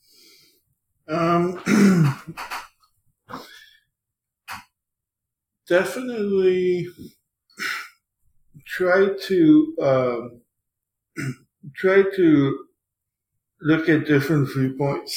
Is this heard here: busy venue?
no